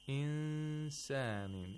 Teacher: The nun was not pronounced from its own place of articulation. Instead, the place of articulation of the letter after the nun was approximated, and a nasal sound was made for two vowel counts. · Term: ikhfa of nun sakina